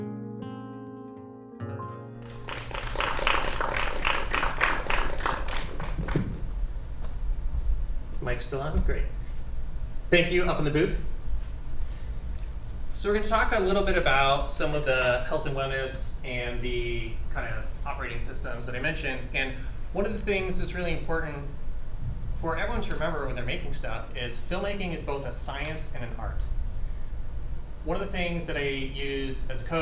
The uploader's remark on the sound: This two parter is a special presentation of the Content Creator Panel from the 2023 Miracle Makers International Film Festival in North Hollywood California.